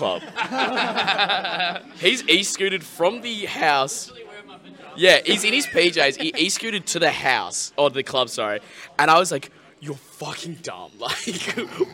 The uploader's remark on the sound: The Big Cheese 3 Roundtable. Do a live podcast at The Big Cheese 3 in Adelaide.